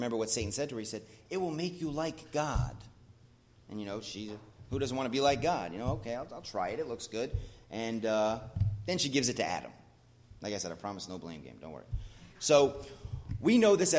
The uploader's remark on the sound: As part of The Whole Truth Series at The Blue Point Bible Church.